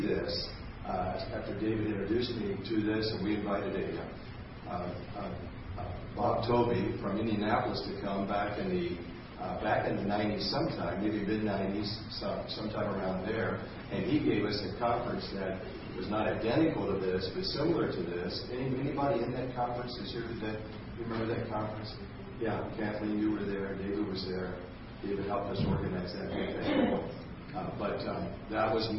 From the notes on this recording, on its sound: This testimony was given at a Christ is Life Conference at Vineyard Christian Fellowship, Bellfontaine, Ohio